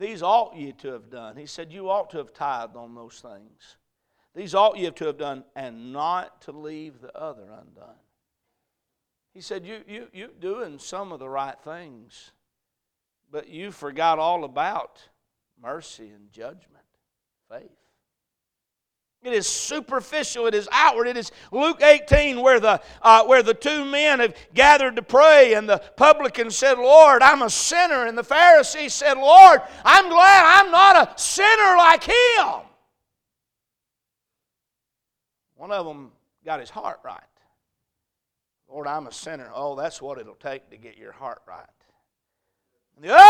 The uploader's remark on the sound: A message preached at Crossroads Baptist Church